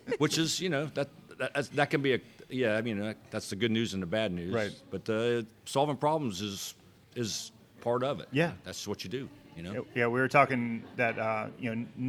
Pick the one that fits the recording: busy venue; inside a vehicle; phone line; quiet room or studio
busy venue